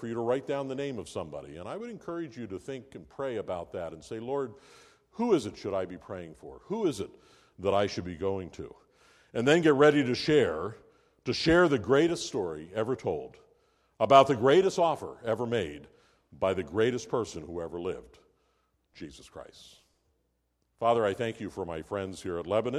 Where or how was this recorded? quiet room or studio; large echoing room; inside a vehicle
large echoing room